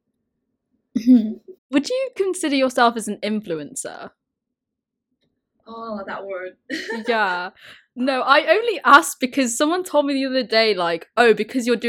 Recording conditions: poor sound quality